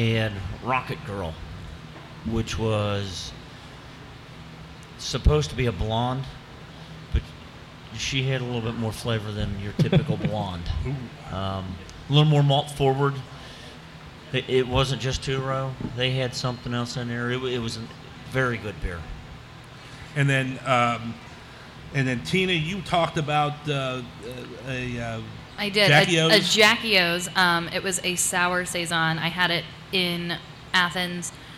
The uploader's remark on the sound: The Old Firehouse Brewery, Live!